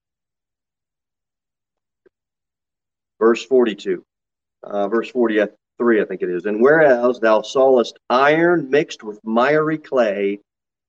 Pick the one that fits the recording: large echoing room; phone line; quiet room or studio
large echoing room